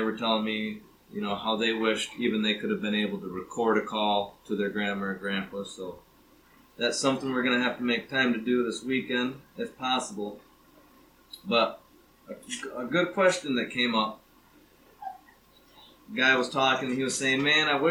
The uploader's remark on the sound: This is the second recording with my Grandma and Grandpa together. It is shorter than I would have liked and audio quality is not the best, but I cleaned it up the best I could.